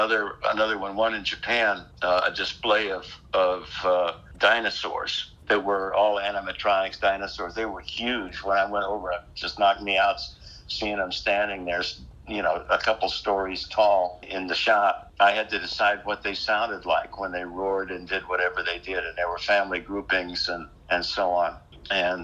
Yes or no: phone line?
yes